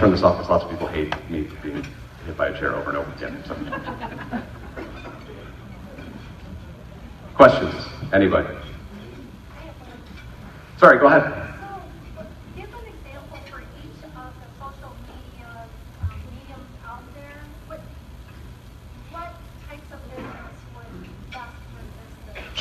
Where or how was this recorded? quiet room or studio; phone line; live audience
live audience